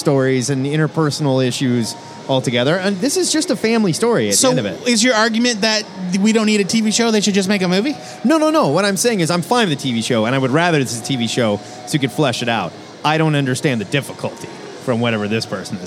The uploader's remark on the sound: LIVE from O Comic-Con!